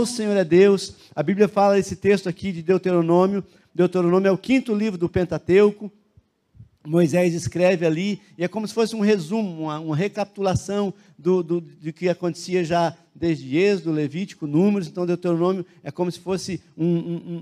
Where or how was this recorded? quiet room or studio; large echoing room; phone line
large echoing room